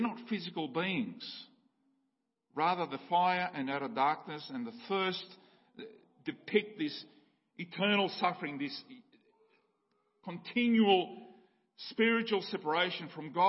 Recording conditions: large echoing room